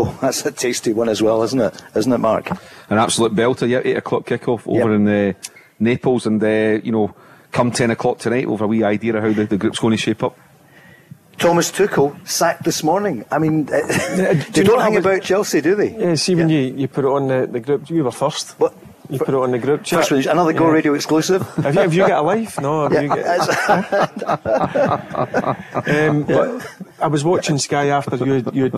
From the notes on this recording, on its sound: LIVE from the Radisson RED in Glasgow.